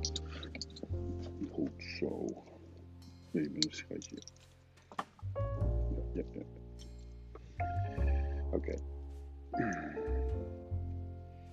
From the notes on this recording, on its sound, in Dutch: Met iPhone AirPodcastend door het bos. IPhone, airpods en Anchor.